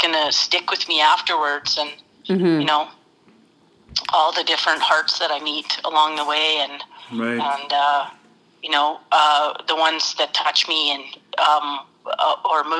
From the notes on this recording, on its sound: get a phone call